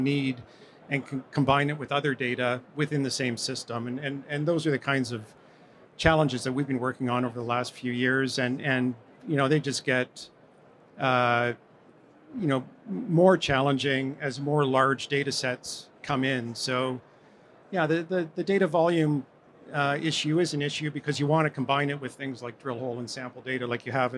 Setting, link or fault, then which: setting, busy venue